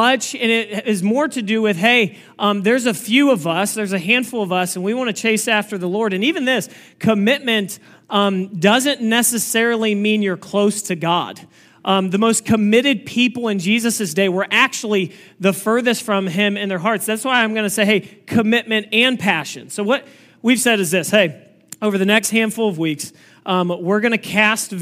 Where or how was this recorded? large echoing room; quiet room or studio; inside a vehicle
large echoing room